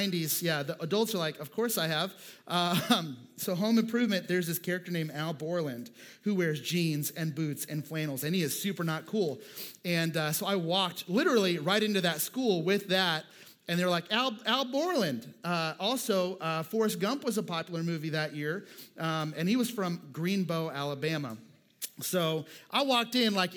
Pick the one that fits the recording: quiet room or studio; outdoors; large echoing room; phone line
large echoing room